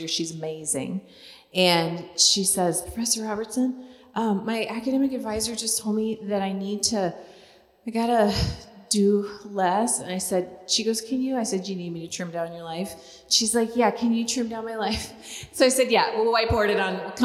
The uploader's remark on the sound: LIVE at the Living in Conference. The women's conference was a huge success.